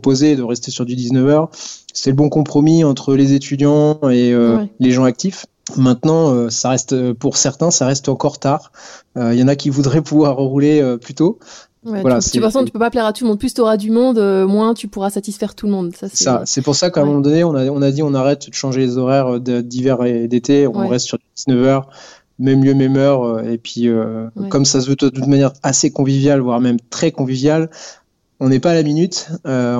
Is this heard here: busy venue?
no